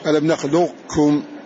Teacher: أن نعطي القاف بعض صفتها لأن القاف أقوى في الصفات من الكاف